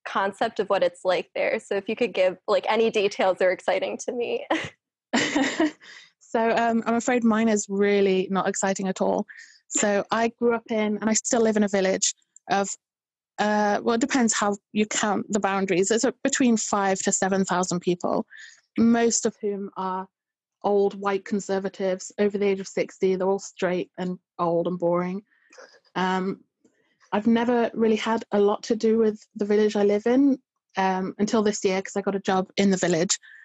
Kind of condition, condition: link, video call